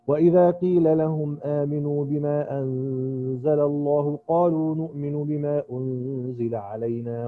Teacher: فالآن سنقرأ لقالون بسكون ميم الجمع على قصر المنفصل